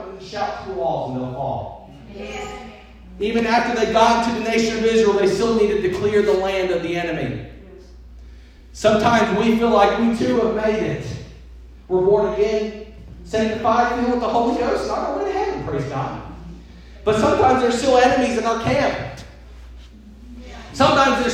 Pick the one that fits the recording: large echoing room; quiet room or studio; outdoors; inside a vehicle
large echoing room